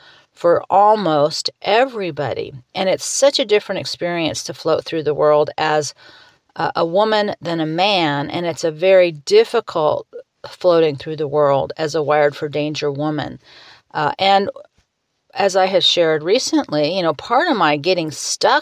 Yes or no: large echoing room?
no